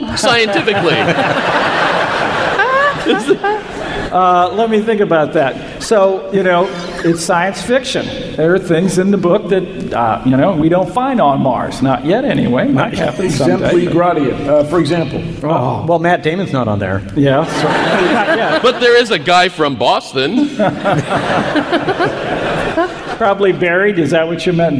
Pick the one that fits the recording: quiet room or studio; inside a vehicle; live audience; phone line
live audience